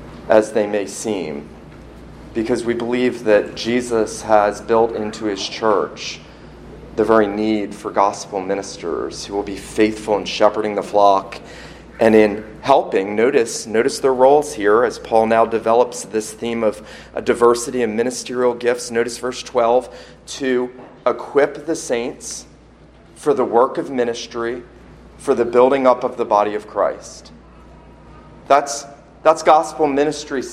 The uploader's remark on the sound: This sermon was preached at Christ Church Presbyterian in Charleston, SC on Sunday morning, October 13, 2019.